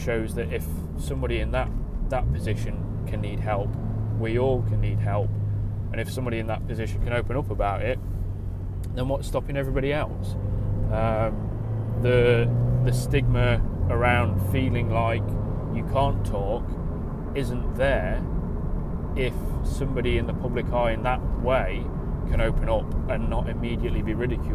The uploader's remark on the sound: Recorded in the car during a commute to work, the audio isn't perfect